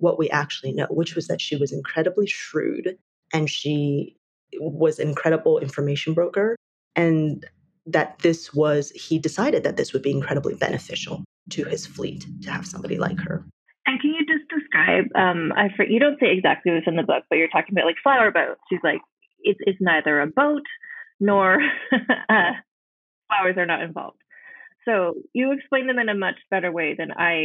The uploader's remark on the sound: The audio is a bit different sounding in this episode, just FYI, due to mic issues on my end